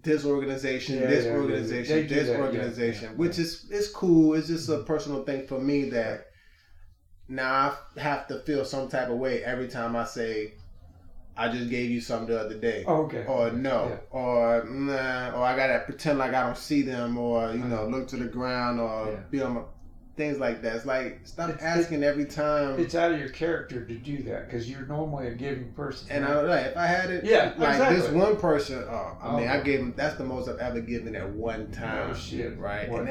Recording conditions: poor sound quality